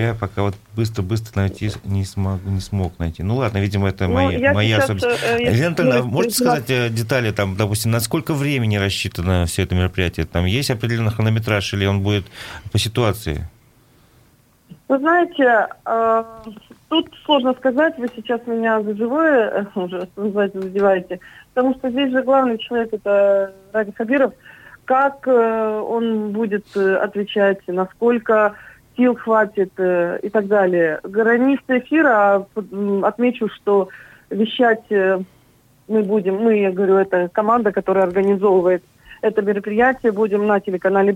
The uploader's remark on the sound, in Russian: По телефону